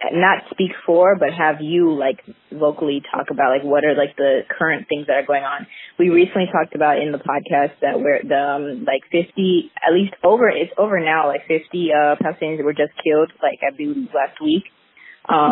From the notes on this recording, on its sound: interviewed a close friend over the phone